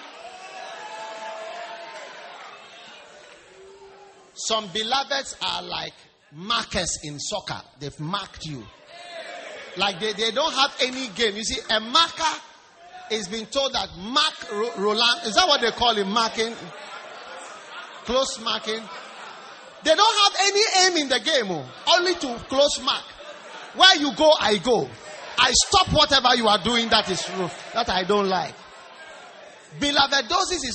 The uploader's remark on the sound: Preached at the Wisdom Impartation Service.